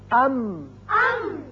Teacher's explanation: اب ہونٹوں کا خشکی کا حصہ ملا تو میم ادا ہوا